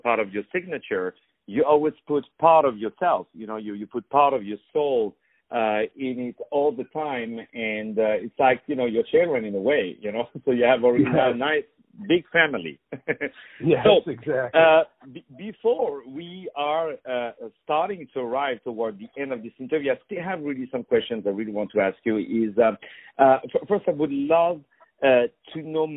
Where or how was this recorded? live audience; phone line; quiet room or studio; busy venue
phone line